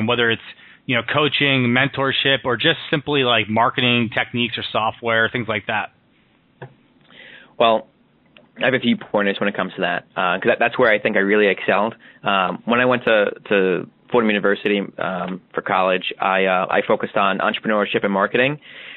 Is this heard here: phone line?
yes